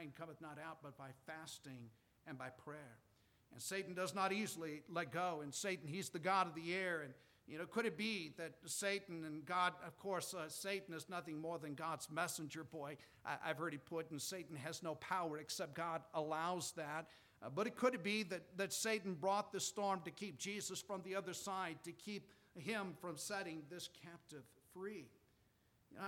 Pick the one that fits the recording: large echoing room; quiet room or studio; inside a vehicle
large echoing room